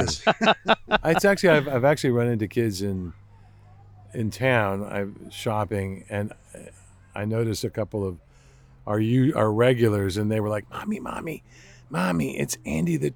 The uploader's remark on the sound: The Santa Barbara Zoo, about two hours north of Los Angeles. I returned to the zoo with all my recording equipment and caught them in action.